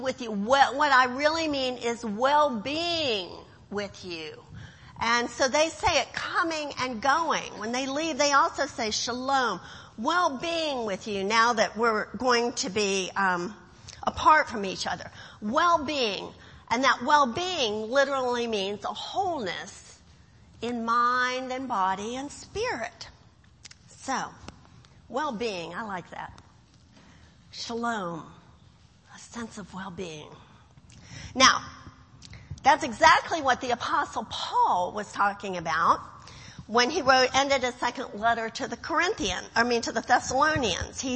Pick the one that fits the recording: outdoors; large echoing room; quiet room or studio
large echoing room